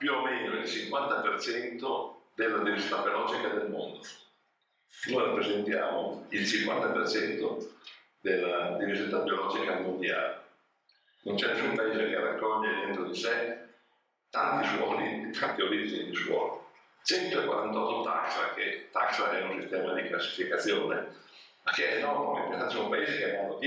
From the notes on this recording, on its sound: Seminar during Vinitaly 2022. WARNING AUDIO IS LESS THAN PERFECT!